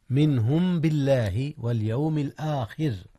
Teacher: ترقيق الراء في اليوم الآخر يا أستاذنا، حيث وقعت مكسورة